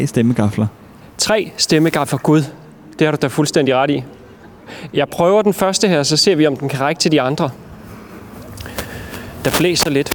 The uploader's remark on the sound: Back in our caravan on the town square for day two of Struer Tracks. A wireless reportage from a sound sculpture in the square.